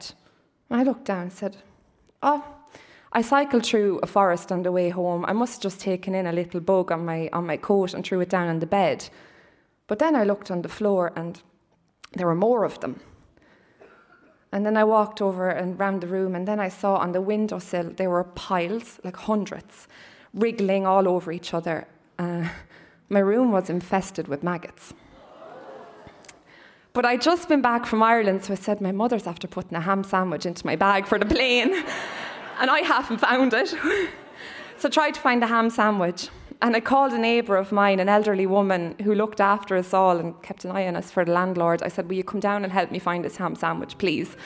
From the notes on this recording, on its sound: Recorded live at The Abbey Theatre, this is the first of a two part episode bringing you highlights of The Dublin Story Grand Slam 2018.